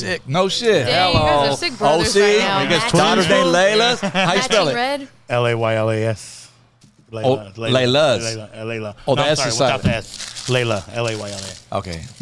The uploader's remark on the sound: TODAY we are location LIVE from Bubba's Tacos in Ontario, CA!